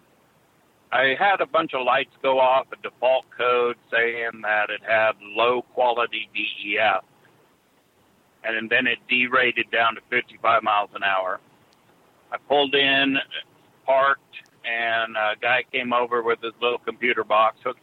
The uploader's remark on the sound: Call in Question and Answer Show